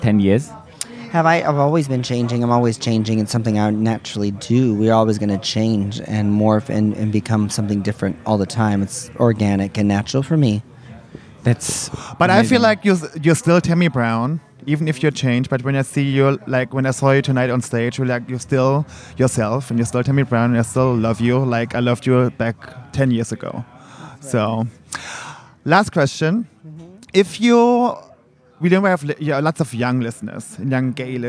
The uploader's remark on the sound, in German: Wir berichten live aus dem Backstagebereich der Bushwig New York, einem der größten Dragfestivals der Welt